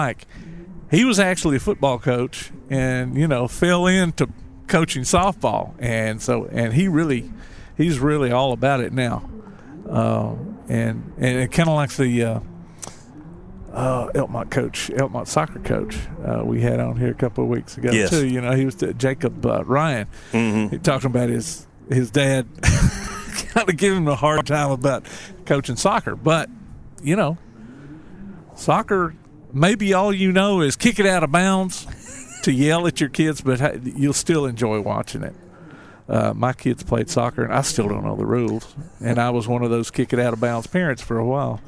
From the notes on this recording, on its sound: Live at Eli's Block Party Car Show